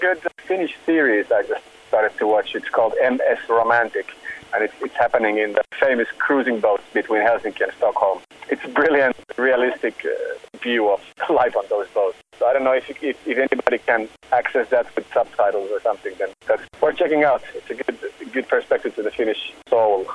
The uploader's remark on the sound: The audio at times is a little hard to decipher due to the phone line.